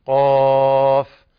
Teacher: طيب قاف، تذكروا أن قاف أيضا تفخيمها تفخيم القاف من المرتبة الأولى، ولكن تذكروا أن النزول على الفاء نزول بفاء مرققة مهموسة